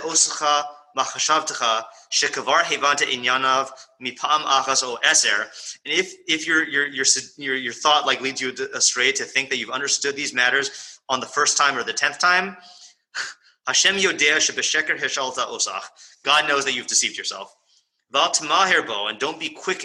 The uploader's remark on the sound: Morning Mishlei shiur given at YBT. This is the continuation of our interrupted Zoom session.